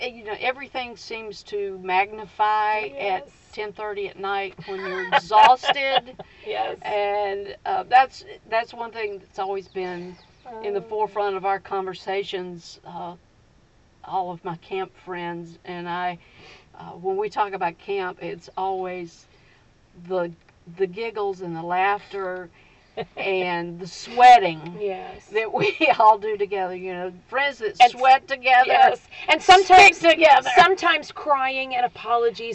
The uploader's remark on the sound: Enjoy a chat with her friends at summer camp. This is the first of four episodes recorded in the outdoors of their favorite camp.